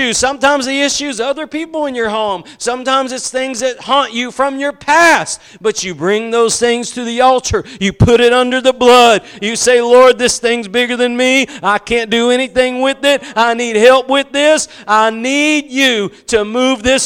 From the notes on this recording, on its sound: Preached at Gospel Lighthouse in Bossier City, La.